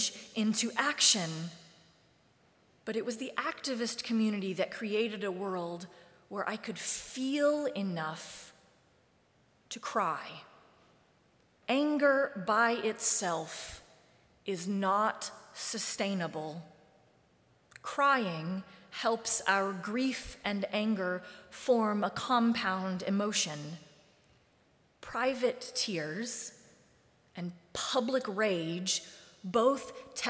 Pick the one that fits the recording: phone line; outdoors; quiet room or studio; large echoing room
large echoing room